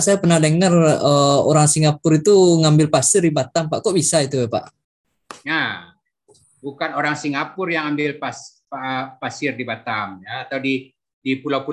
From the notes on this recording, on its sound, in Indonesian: Rekaman Zoom kuliah AMDAL Administrasi Publik Fakultas Ilmu Sosial dan Ilmu Politik Universitas Andalas (FISIP Unand).